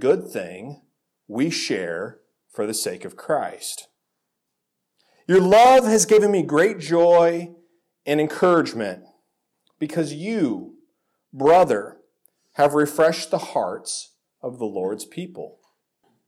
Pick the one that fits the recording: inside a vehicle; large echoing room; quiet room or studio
large echoing room